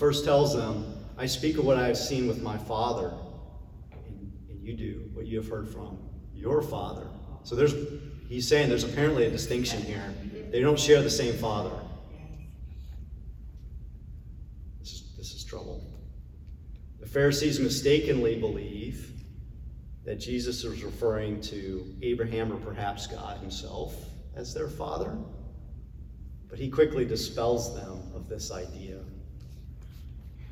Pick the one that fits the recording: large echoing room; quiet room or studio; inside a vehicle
large echoing room